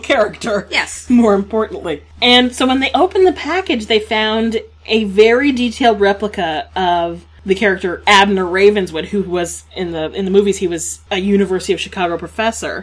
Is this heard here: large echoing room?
no